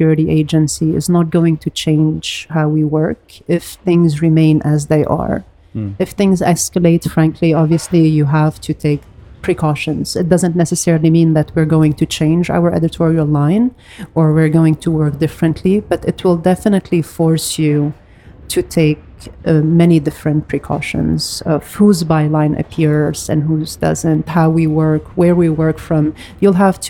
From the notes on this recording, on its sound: Live Video. Recorded live at Aaliya’s Books.